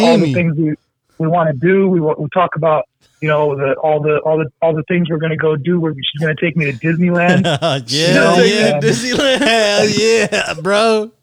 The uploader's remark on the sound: two guest join us via telephone call